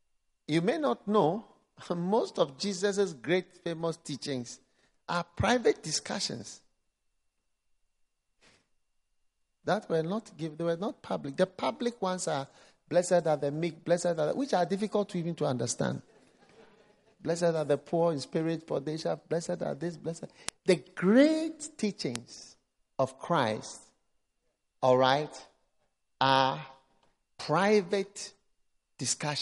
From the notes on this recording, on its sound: Preached at the First Love Center, Accra.